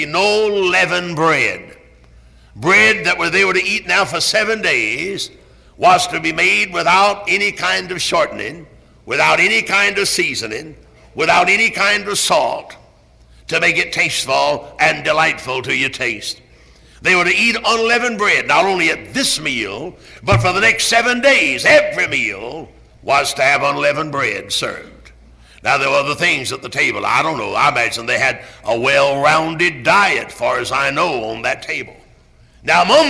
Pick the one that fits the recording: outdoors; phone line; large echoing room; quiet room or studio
large echoing room